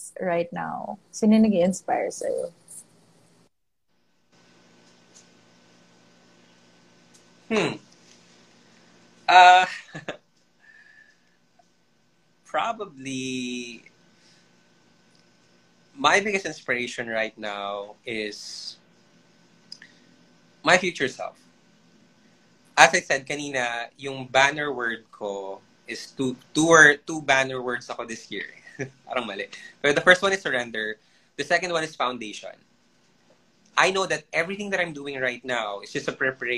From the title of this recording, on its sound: IG Live Interview